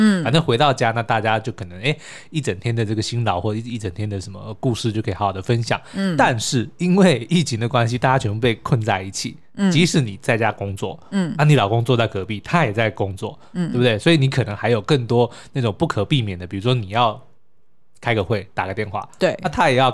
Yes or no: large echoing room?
no